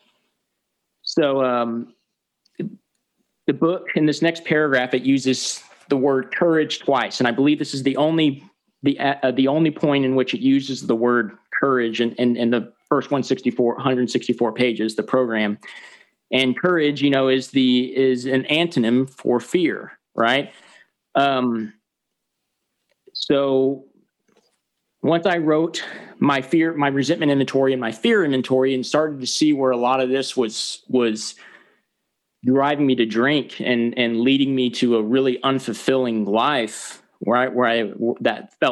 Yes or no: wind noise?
no